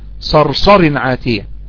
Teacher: الصاد الراء الصاد الراء حرف الصفير والتكرار صفير وتكرار